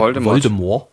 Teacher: Das T ist nämlich angeblich stumm.